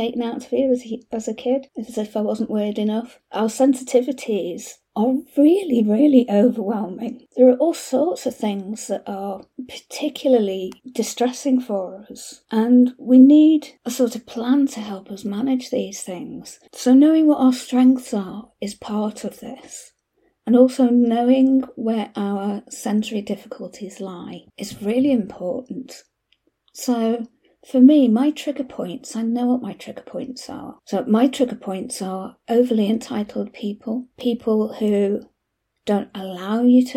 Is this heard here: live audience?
no